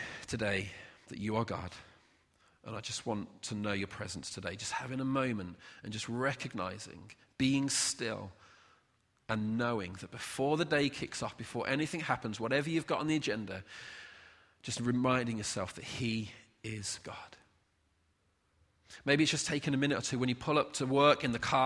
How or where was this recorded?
large echoing room